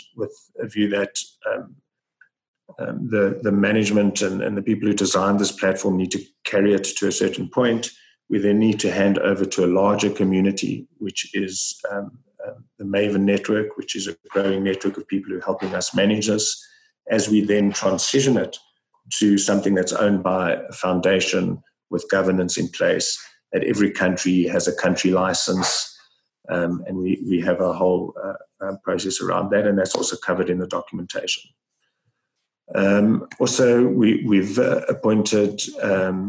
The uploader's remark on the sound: Listen to the full online Zoom call.